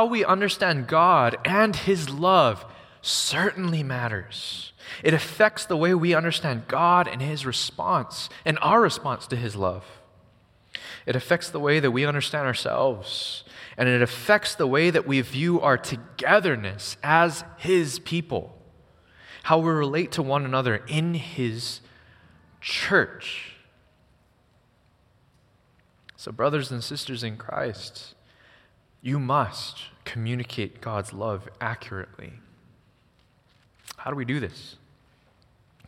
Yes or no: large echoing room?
yes